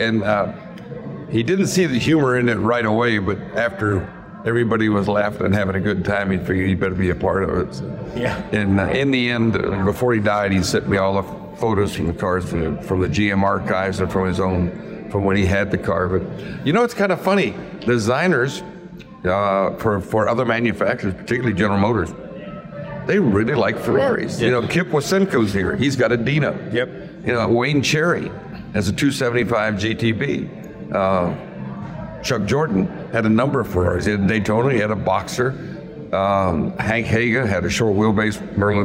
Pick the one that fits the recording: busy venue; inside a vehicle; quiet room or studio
busy venue